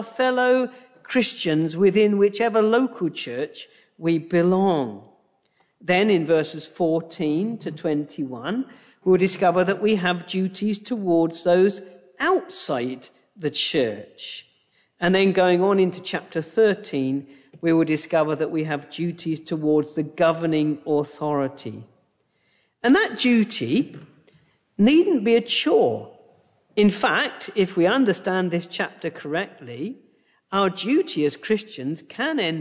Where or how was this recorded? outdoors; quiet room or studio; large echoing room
large echoing room